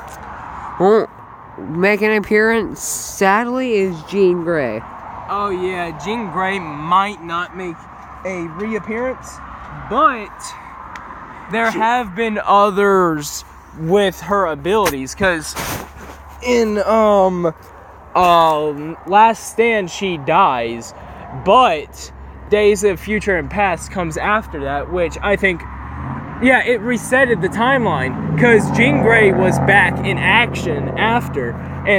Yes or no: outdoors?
yes